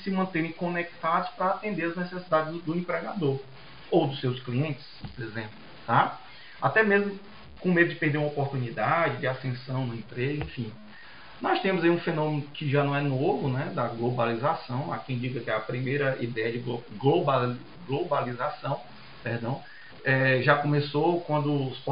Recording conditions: poor sound quality